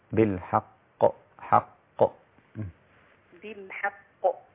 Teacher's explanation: أنا لا أبالغ في ترقيق الحاء حتى لا أبدأ بالقاف مرققة